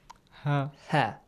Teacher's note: The soft ha, which you just breathe out.